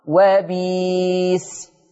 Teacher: وبئس تبدل بياء مادية فتقرأ وبيس · Term: إبدال الهمز الساكن